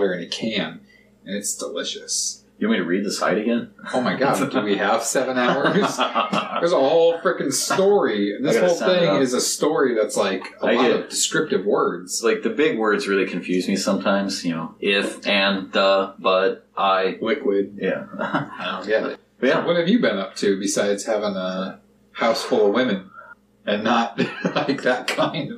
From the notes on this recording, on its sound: The audio from this is taken from a camera mic from the a video podcast. It may sound a bit off.